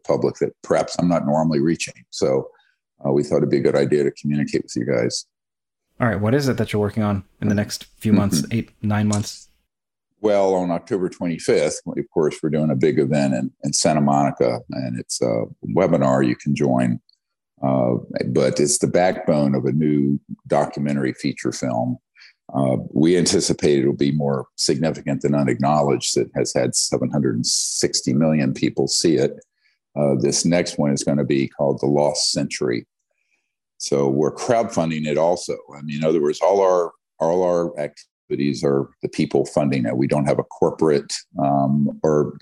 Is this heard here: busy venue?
no